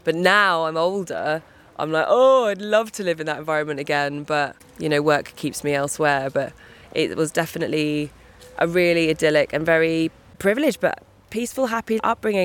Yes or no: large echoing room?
no